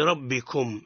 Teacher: والراء هنا مفخمة لأنها متحركة بالفتح